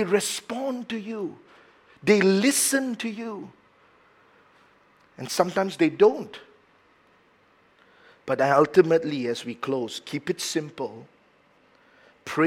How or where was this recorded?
large echoing room